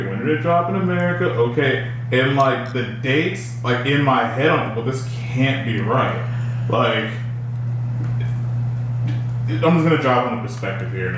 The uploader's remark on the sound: We had audio issues this week